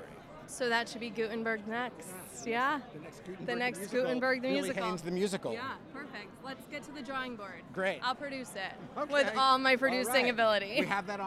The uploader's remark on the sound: Is live on the red carpet of Gutenberg! Live from Gutenberg! The Musical! Red Carpet. Is live on the red carpet of Gutenberg!